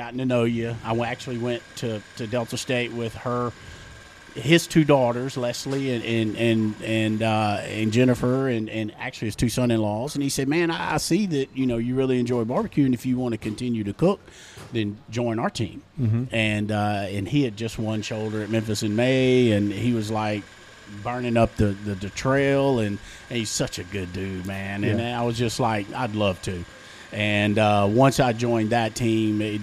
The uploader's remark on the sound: Live From The Jack